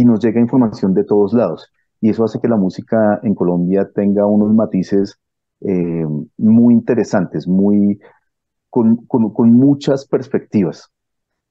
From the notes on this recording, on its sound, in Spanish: Charlamos vía zoom